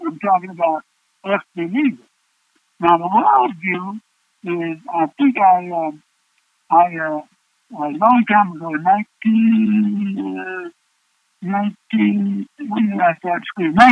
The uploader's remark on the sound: In accordance with sheltering in place. Brings this weeks message by telephone.